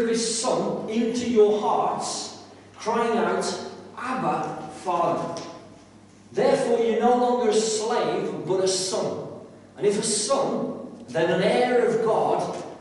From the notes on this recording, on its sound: This is a live recording of the bible study, so at times audio quality may be low